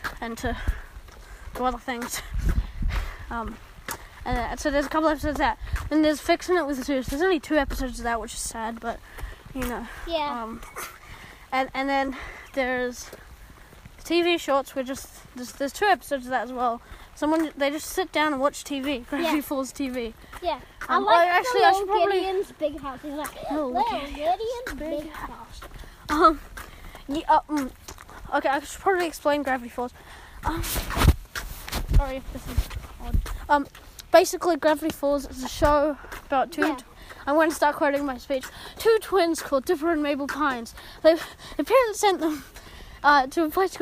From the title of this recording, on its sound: I Walk and Talk